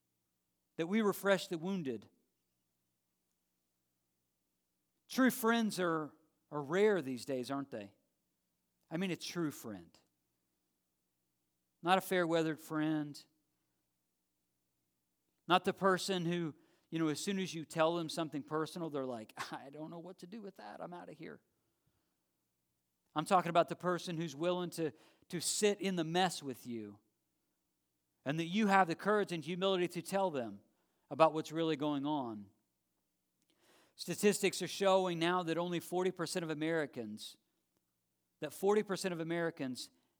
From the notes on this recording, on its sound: live stream of our Sunday worship gathering at Dublin Bible Church